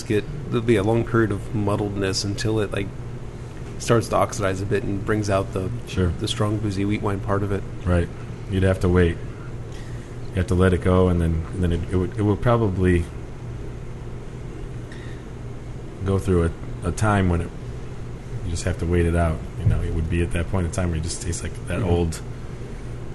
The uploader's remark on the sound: Recorded at Hough's in Pittsburgh